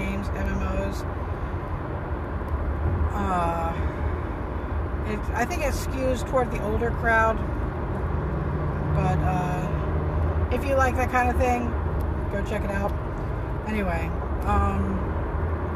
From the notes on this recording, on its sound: talks to herself in the car